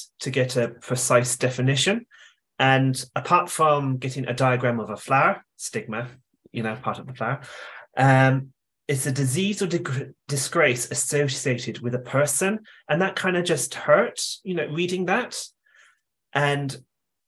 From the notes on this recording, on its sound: Mid West ARIES Webinar in partnership with Mental Health Ireland.